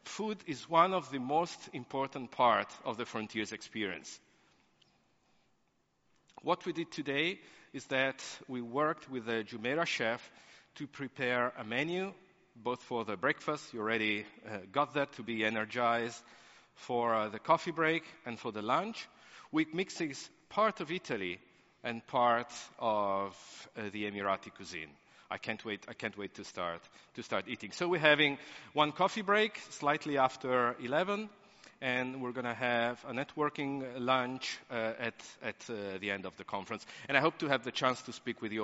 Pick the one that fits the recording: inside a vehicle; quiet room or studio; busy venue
busy venue